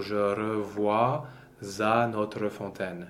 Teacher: the OI combination is wa in French